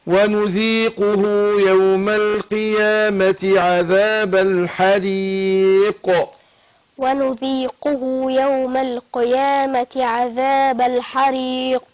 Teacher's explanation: القاف المكسورة بتاخد ادنى درجات التفخيم